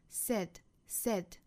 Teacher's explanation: 不要看到字母 AI 拼写就读成 side，也不要把它口型张得过大读成了 sad，应该是单元音 A